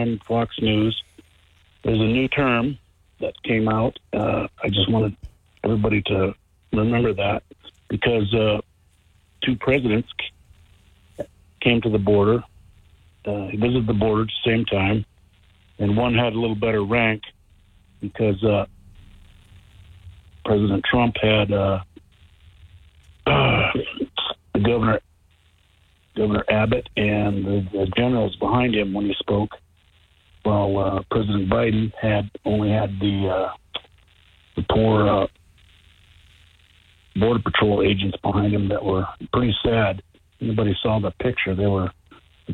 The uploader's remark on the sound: Open Phones